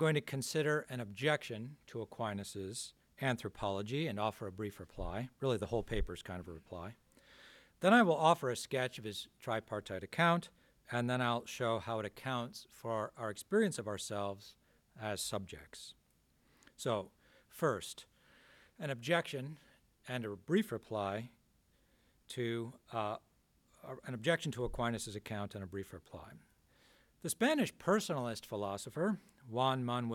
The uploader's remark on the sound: This talk was given on February 18th, 2023 at the Dominican House of Studies in Washington, D.